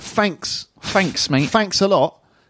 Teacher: So that's not thanks, but they're replacing the th with a f · Term: Cockneys